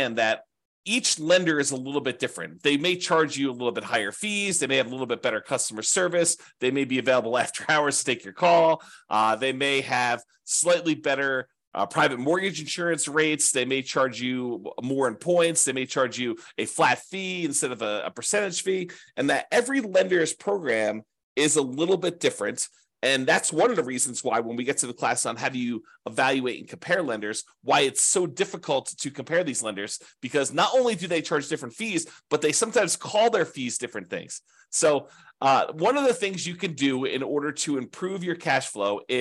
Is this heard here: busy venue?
no